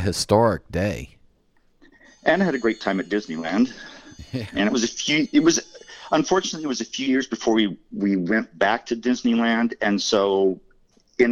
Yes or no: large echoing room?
no